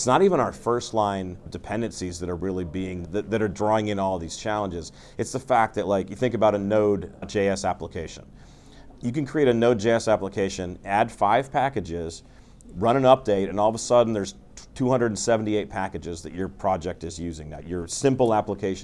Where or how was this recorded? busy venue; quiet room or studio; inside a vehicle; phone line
busy venue